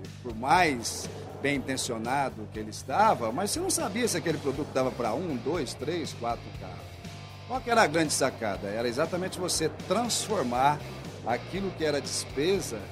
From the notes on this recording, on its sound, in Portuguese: Este é mais um episódio do Dirigindo Vendas que foi gravado diretamente do 30° Congresso Expo Fenabrave, no estande da Auto Arremate e Linx.